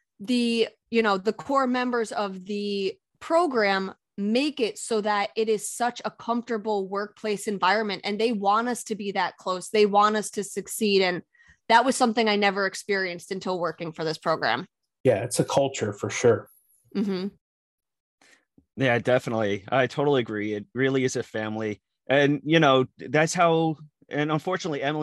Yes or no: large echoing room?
no